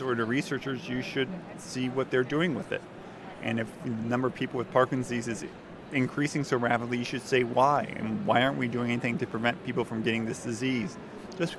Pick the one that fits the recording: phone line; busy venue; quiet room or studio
busy venue